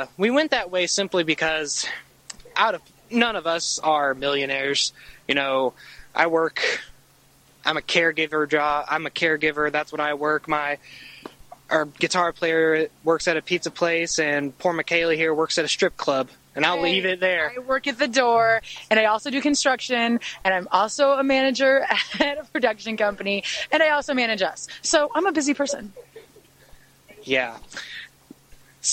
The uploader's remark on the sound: interview recorded in Nashville TN outside Daisy Dukes